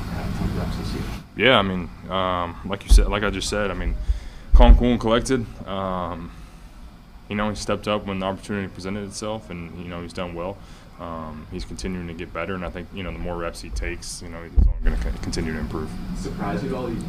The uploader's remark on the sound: addresses the media during his postgame press conference